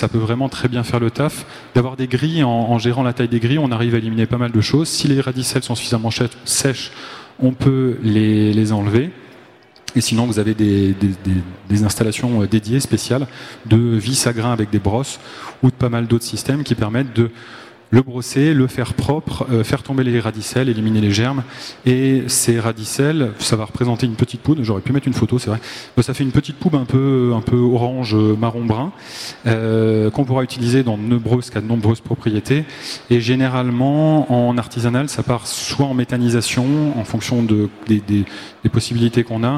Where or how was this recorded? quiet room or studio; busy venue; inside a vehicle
busy venue